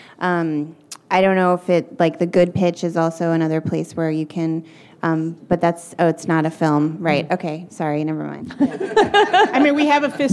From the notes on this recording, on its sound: Recorded Friday, October 17, 2014 at the national Bioneers Summit Conference in San Rafael, California.